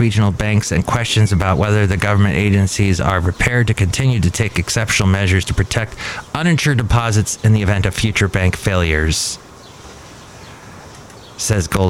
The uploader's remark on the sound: podcasts live from Café Anyway